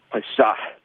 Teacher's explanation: H coming at the end of a syllable, which is something that you don't get in English at all. So like the word for sand in Dothraki is known, Pashah, which has that audible H at the end.